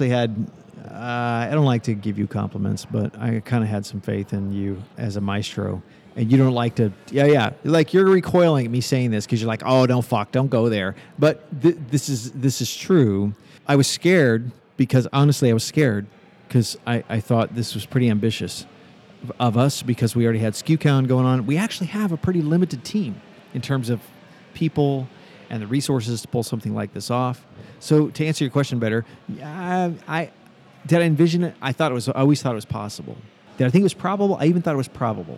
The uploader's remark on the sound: Live from the Ace Hotel: skucamp, New Orleans!